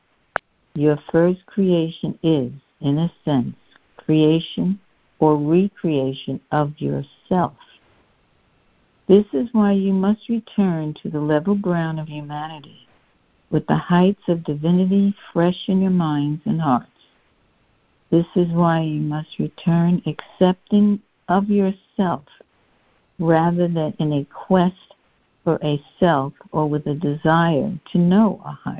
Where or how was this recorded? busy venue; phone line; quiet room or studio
phone line